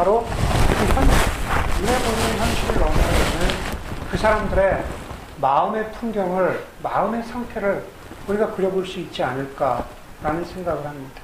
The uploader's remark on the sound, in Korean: 마이크 문제로 인해 음질이 좋지 않습니다.